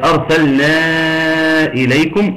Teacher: الميم الساكنة أتى بعدها حرف الراء وده أحد حروف الإظهار